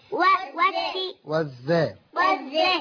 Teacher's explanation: لام شمسية مضغمة في الزاي المفتوحة